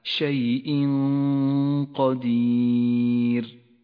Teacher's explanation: جاء التنوين وبعده حرف القاف وهو حرف إخفاء. يخفى التنوين بحرف القاف مع بقاء غنة للتنوين بمقدار حركتين من غير تشديد. هذه الغنة غنة مفخمة لأن حرف القاف حرف مفخم، والغنة تتبع ما بعدها في الترقيق والتفخيم. · Term: حكم الإخفاء